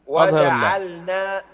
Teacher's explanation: أظهر اللام واحرص على السكون في جعلنا